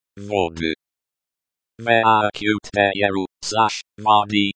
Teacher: The stress is on the first syllable ВО.